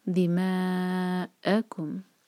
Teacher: ما چار حرکہ، مد متصل ہے، یہاں پر حمزہ پر زور دیا جائے گا، اسٹریچ کے بعد حمزہ آ رہا ہے.